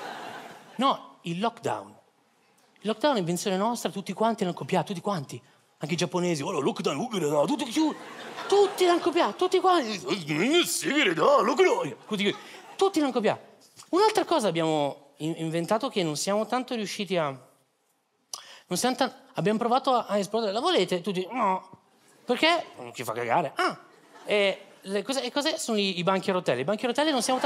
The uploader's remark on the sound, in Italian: Registrato al Teatro Manzoni di Milano